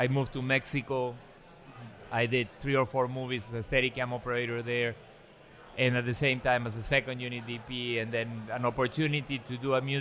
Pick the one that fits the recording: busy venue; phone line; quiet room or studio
busy venue